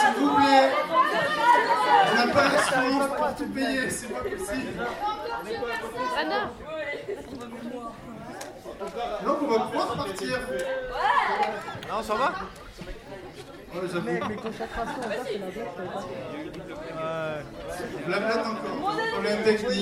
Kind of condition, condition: setting, busy venue